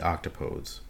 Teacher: Octopodes, it should be noted, takes a slightly different pronunciation than the other two words, placing the emphasis on the second syllable rather than the first